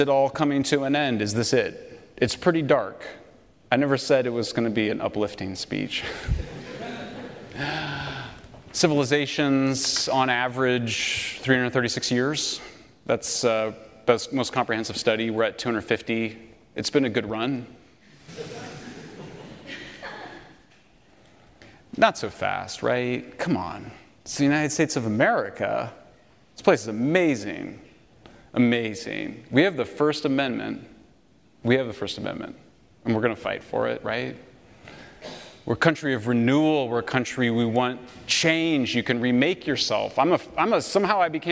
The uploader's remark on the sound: Lecture At University of Austin